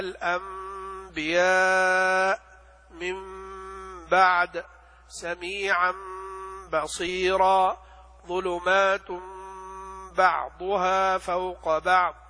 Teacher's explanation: فالنون الساكنة والتنوين تقلبان ميما خالصة من دون إدغام، ولا بد من إظهار الغنة مع ذلك، فيصير في الحقيقة إخفاء الميم الساكنة عند الباء.